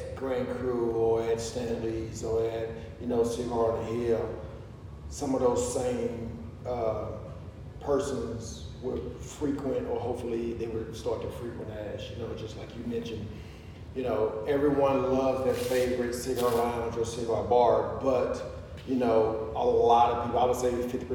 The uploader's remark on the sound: Please mind the open air echo